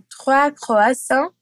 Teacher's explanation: mesmo no plural, a consoante final S continua muda